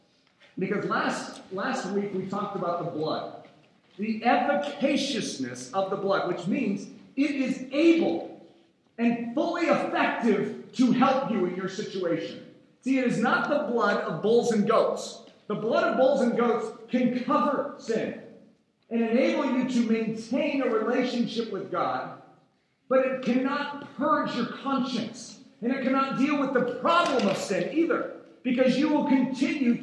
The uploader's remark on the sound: please forgive us for the audio quality of this sermon